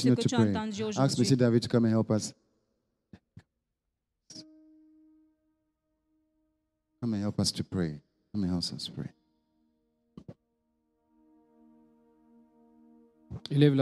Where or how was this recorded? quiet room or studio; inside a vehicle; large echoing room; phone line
large echoing room